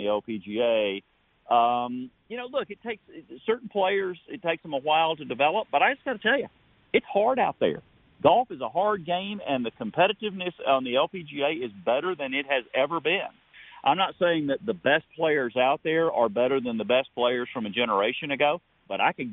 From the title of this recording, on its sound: emotional phone call after winning the Safeway Open